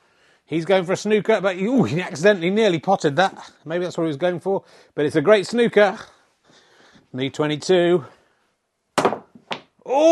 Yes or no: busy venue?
no